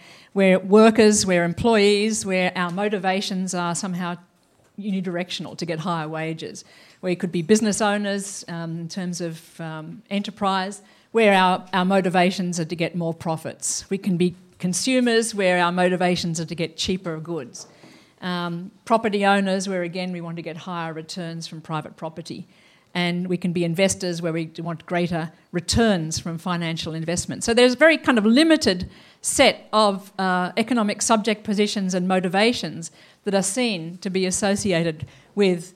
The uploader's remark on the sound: Lecture at WTM Forum 1